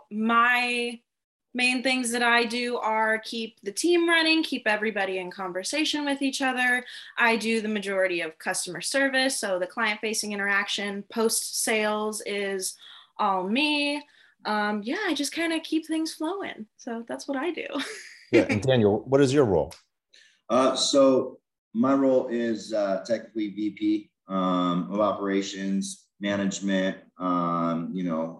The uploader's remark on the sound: free live InterNACHI Webinar